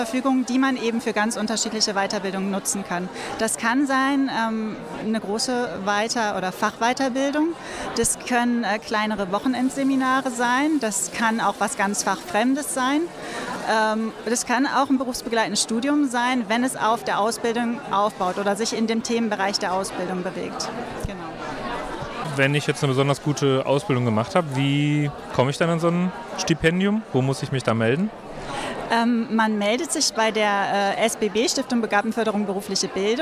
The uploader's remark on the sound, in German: Junge Pflege Kongress in Bochum. Wir nehmen euch Live mit auf den Junge Pflege Kongress des DBfK Nordwest in Bochum.